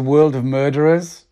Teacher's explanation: Oh, it's the double R, dark L and R, like world.